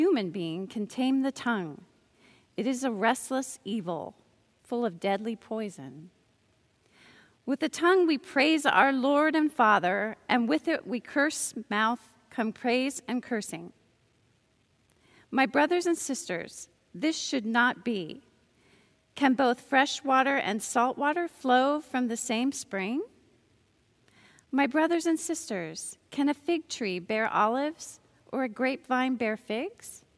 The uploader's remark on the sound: Recorded live at Beatitudes Church in Phoenix, AZ